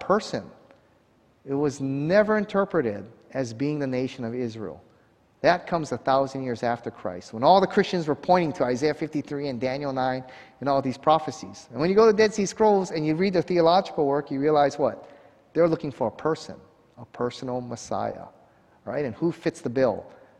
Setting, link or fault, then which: setting, large echoing room